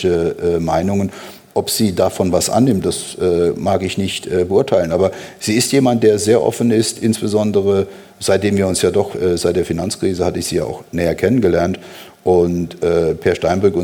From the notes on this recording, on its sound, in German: Das Gespräch wurde im September im Zürcher Kaufleuten aufgezeichnet.